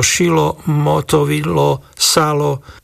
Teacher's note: zjednodušená skupina dltl na jednoduché l